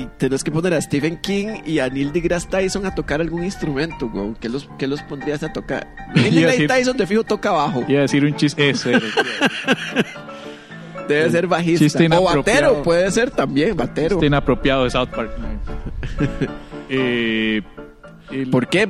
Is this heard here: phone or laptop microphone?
no